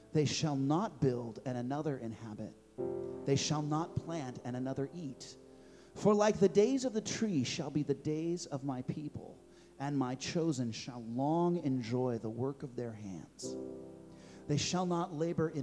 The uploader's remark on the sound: Complete Service Audio Recording